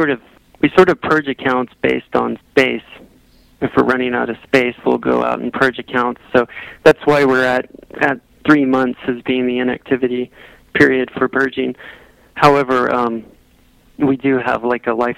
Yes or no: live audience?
no